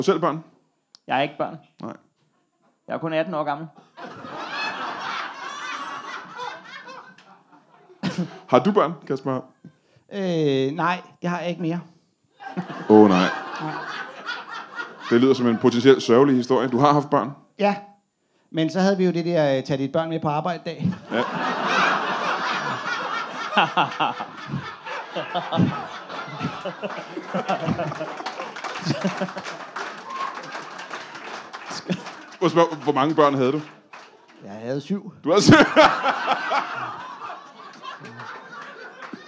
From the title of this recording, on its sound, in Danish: LIVE fra Præstø